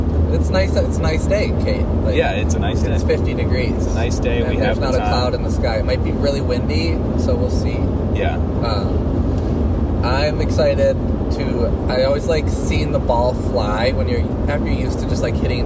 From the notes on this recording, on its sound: Live from the car, to and from a round of golf in February at Spring Valley Country Club. The audio for this episode improves at the 8 minute mark.